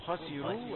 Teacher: الراء مفخمة لكن السين تغلب عليها فتقول خسروا